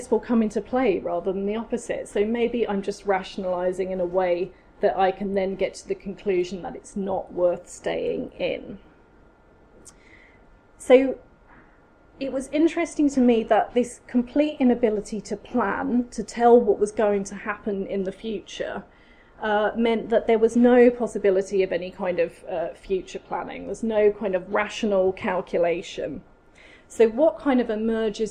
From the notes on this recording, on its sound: Speaks at SRHE Higher Education Policy Network Event - Casualisation and the academy: Considering the implications for academics, students and higher education policy.